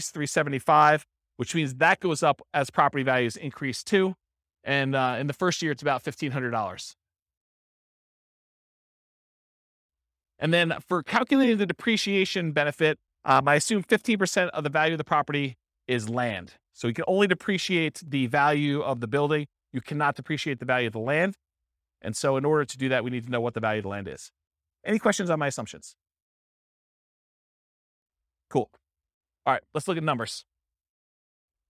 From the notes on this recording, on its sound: This was a live class recorded